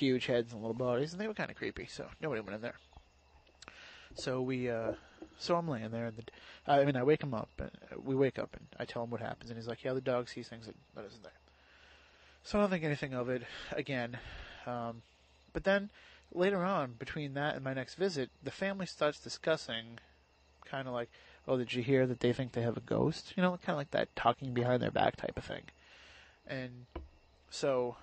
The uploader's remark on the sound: backyard with some burgers, beers, and a couple of microphones.